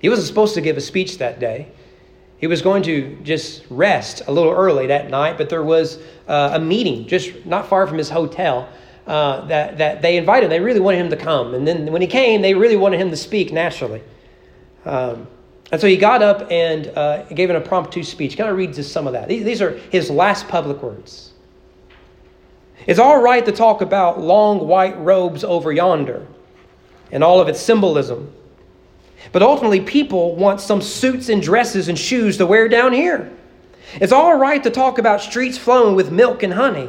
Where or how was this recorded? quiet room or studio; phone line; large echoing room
large echoing room